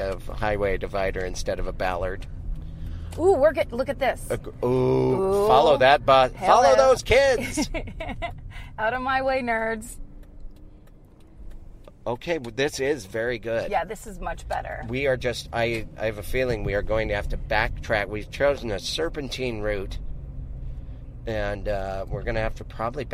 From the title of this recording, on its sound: In the Car